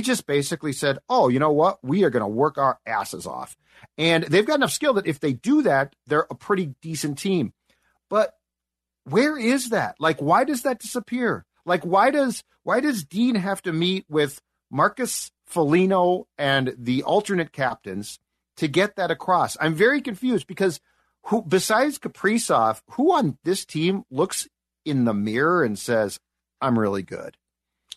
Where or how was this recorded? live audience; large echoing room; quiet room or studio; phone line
quiet room or studio